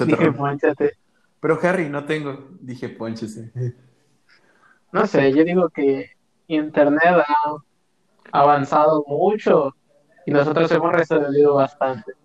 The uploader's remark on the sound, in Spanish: se Ira mejorando el audio